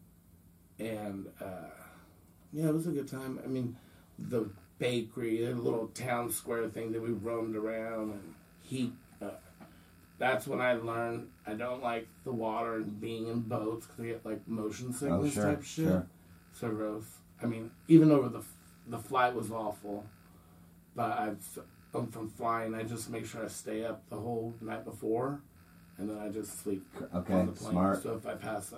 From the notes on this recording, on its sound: The primary source for audio failed and was unretrievable. I had to use the camera audio, which is ghetto and annoying and comes with the sweet nuisance of hearing the actual camera run most of the time. So, the audio's shitty.